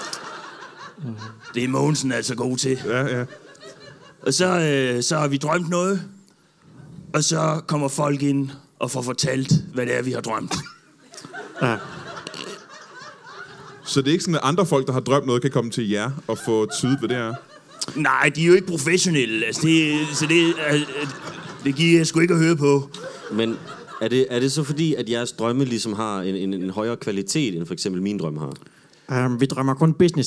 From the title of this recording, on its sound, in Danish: LIVE fra Comedy Zoo Aarhus